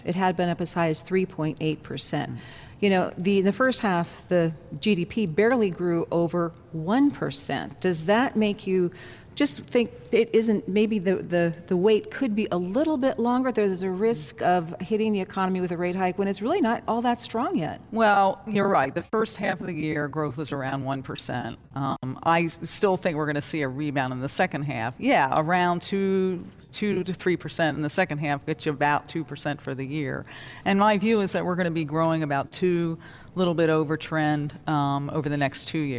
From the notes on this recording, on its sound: Live from the Federal Reserve Bank of Cleveland.